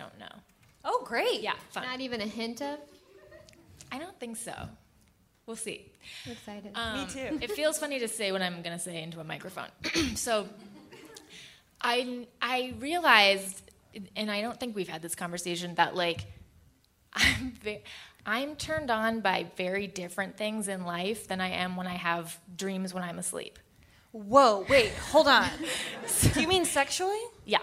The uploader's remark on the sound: LIVE AT Largo in Los Angeles